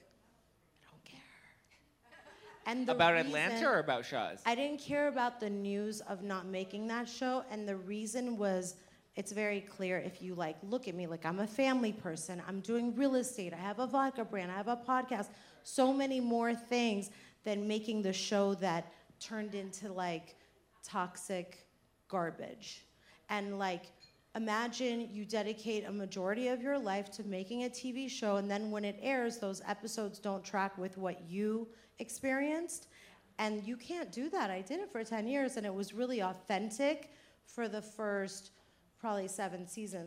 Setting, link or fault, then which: setting, live audience